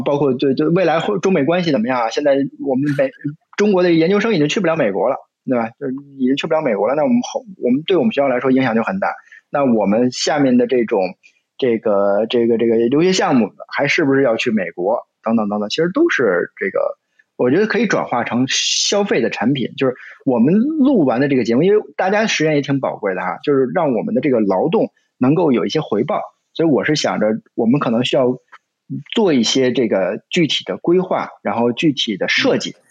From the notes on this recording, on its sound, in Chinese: 进行了北京、天津、海南三地连线，采用网络录制，请大家原谅我们本期的音质。